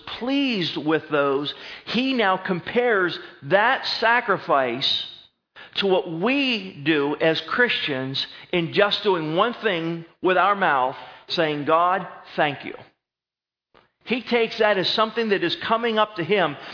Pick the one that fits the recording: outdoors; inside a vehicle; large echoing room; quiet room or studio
large echoing room